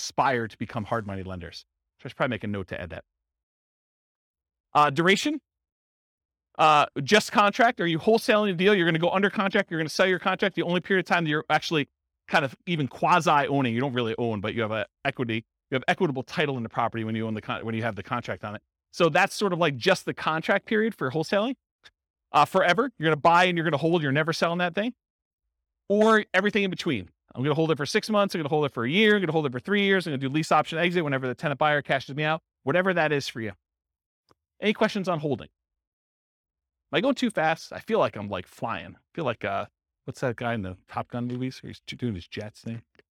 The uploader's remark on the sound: Real estate entrepreneurs in Lubbock, Texas. This was a live class recorded to give investors a solid qualitative overview of all the different real estate investing strategies. Live in-person version.